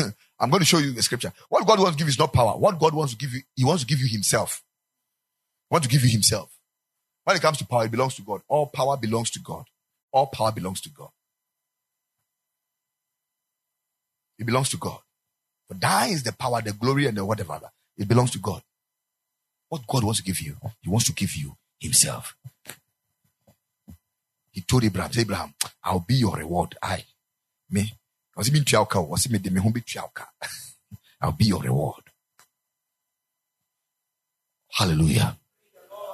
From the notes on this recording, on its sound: Preached at the Ekklesia Chapel